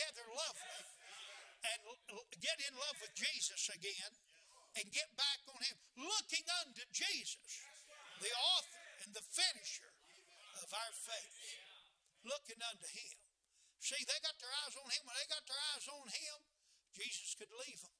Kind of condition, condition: setting, large echoing room